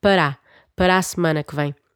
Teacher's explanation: So pronounce the two ways, join them, para a, join the last a of para and the next one, and you'll just basically have one a with an accent.